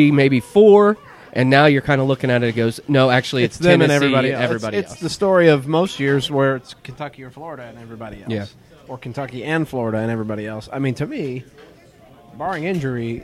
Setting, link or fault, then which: setting, busy venue